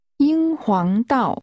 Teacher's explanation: 英皇道。道。英皇。皇。英。英皇。英皇道。 The tones are high level, rising and falling.